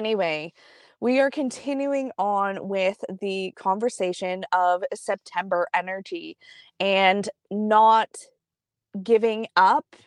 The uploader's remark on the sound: straight from the car in the arena parking lot